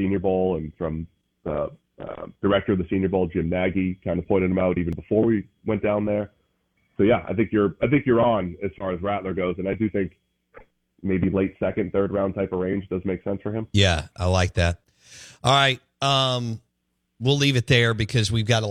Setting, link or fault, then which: link, phone line